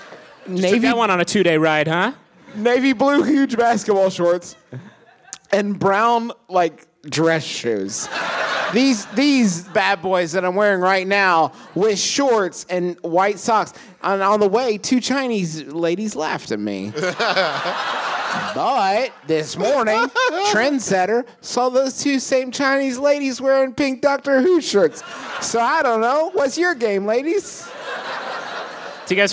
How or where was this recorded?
live audience